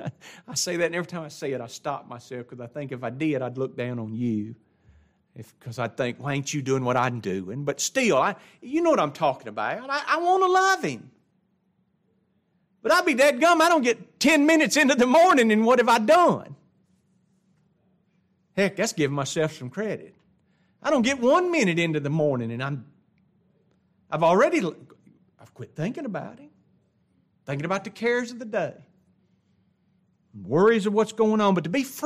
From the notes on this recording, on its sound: It was taught in the adult Bible class at Grace Baptist church of Ruston Louisiana.